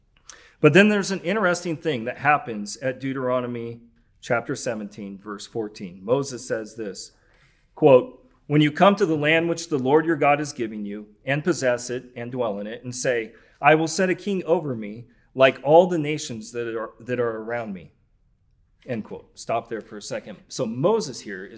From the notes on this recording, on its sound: Recorded October 22, 2021 at the 2021 Fall Forum in Moscow, Idaho.